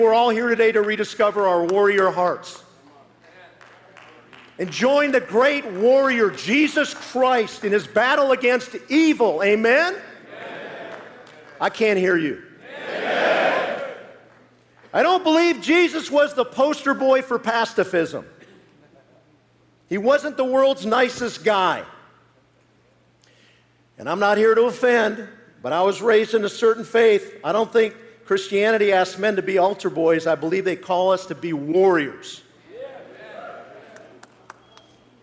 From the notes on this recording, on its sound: live message from the Kingdom Men's Gathering